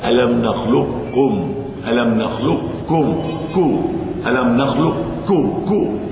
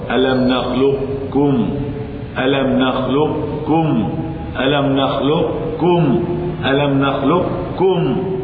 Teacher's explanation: الإضغام ناقص بحيث يظهر استعلاء القاف قبل النطق بالكاف · Shown in: second take · فينطق هكذا: ألم نخلقكم، ألم نخلقكم، ألم نخلقكم، ألم نخلقكم، كأنه يأتي ببعض الاستعلاء قبل أن ينطق بالكاف.